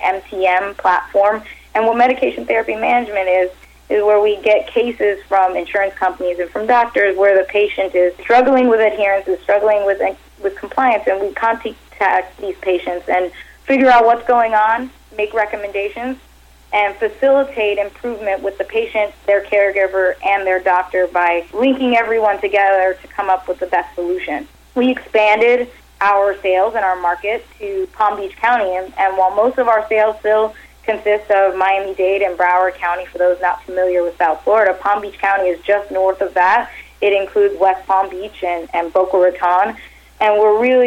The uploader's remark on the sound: called in to SmallCapVoice.